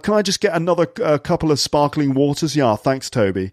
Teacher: a posh guy in a pub ordering some drinks and intentionally dropping his T's to sound cool